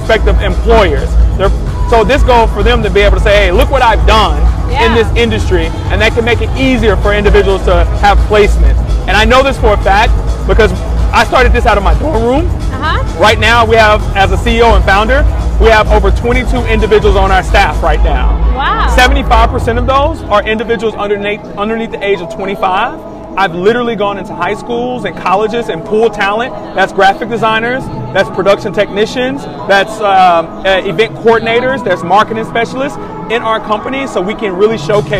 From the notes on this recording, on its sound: TCH Interviews throughout Day 1 of Galveston Island eSports Summit.